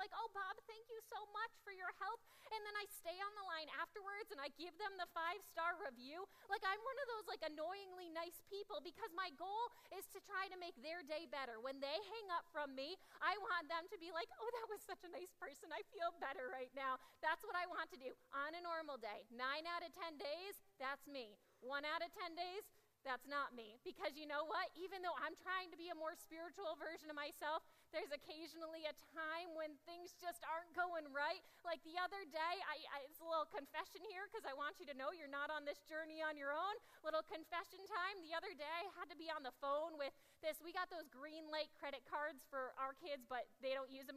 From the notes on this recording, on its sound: Audio from 9am service